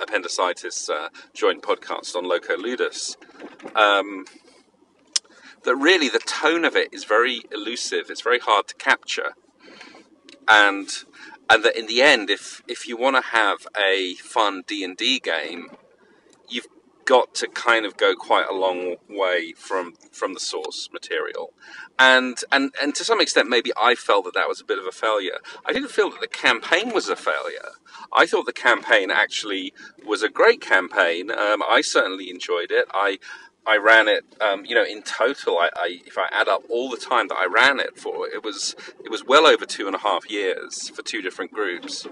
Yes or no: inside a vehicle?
yes